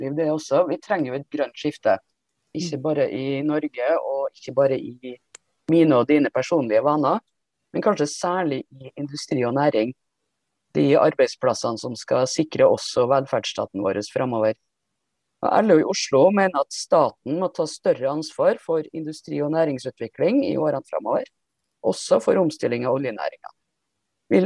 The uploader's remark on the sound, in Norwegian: Denne podepisodem blei tatt opp på Zoom